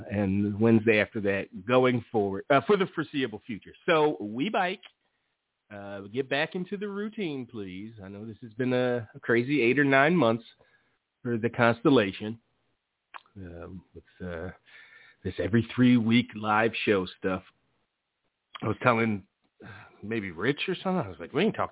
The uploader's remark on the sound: The ECC live show is back after a bit of a break. Live calls taken and more.